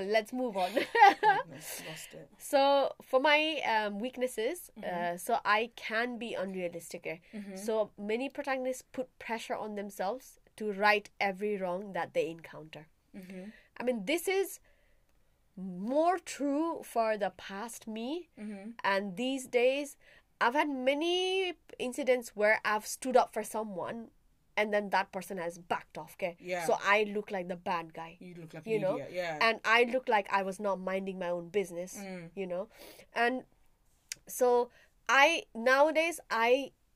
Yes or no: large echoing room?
no